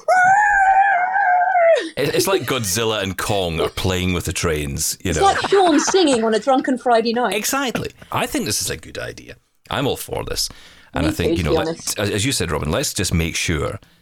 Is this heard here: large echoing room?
no